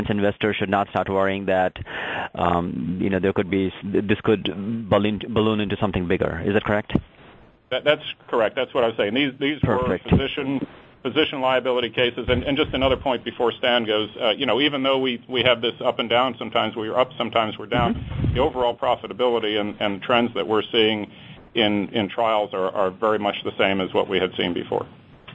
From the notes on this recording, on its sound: ProAssurance Earnings Conference Call.